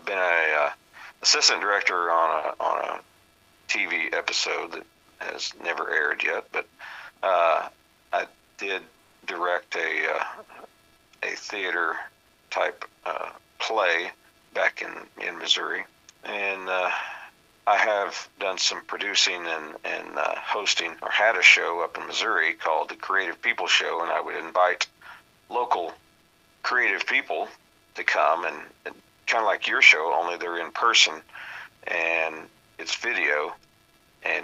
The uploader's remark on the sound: on the phone